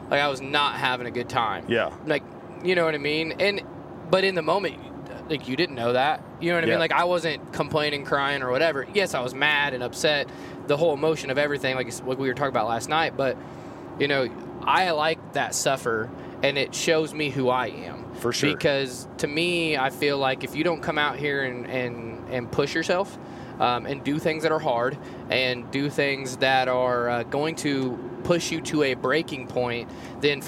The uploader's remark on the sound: record a podcast while they are on the road to elk camp